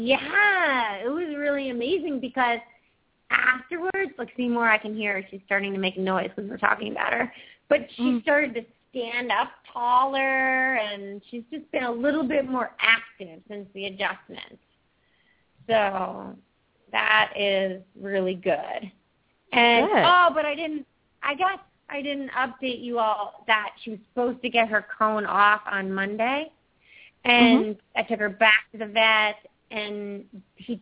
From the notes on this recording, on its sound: open up the lines for listeners to call